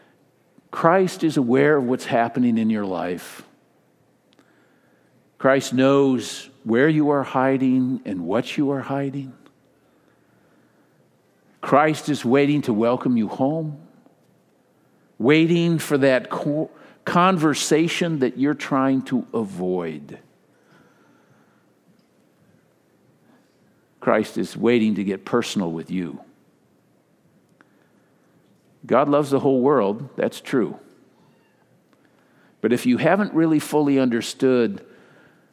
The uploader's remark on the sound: Delivered during the Contemporary Worship service.